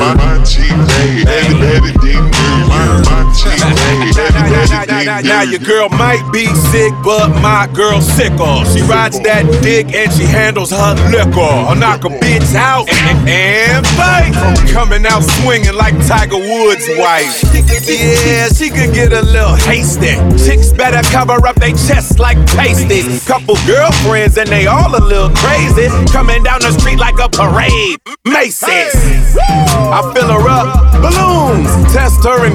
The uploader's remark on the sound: Live set from Houston Hall, NYC. Winter Is Coming Live Mix. Live set from Houston Hall, NYC.